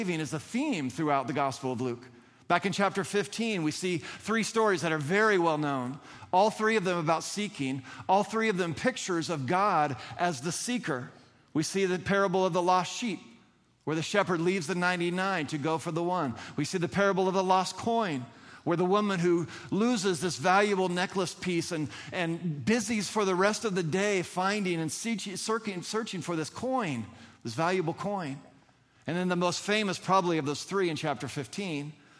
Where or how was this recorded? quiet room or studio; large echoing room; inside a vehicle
large echoing room